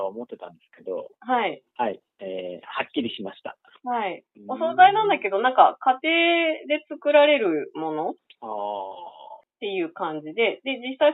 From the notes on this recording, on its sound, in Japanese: 話している場所: 電話収録